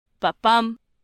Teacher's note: The anapest, 2 unstressed followed by a stressed · Term: iamb